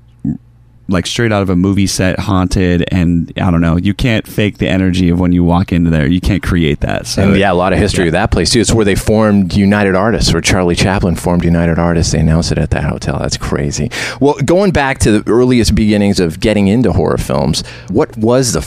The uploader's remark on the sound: We take you live to the tour bus